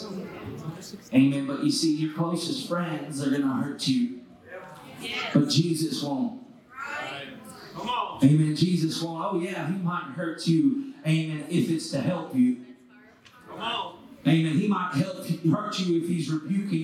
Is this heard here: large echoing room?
yes